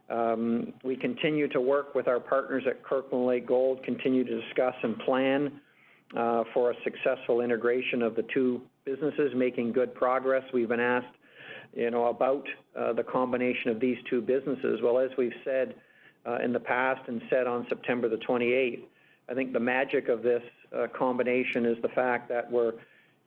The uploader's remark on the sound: This week’s episode features Agnico Eagle Mines’ Q3 conference call.